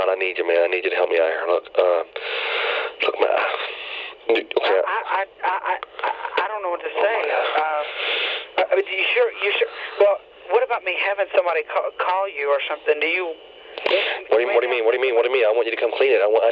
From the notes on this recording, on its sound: Prank Phone Calls. Radio Version.